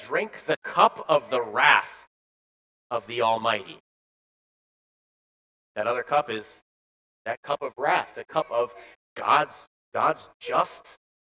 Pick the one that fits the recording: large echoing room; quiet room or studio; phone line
large echoing room